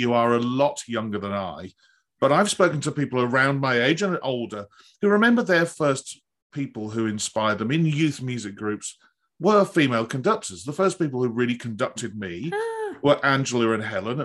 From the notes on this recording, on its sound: This interview was recorded on 7th June 2022 via Zoom.